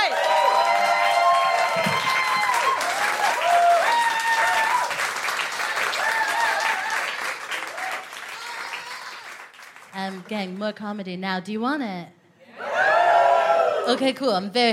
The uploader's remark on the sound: FOC IT UP Comedy Club. Recorded 4 October 2022 at 21Soho in London.